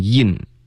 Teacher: 元音不太对，结尾的 n 也不太对，你用了一个中式的前鼻音的发音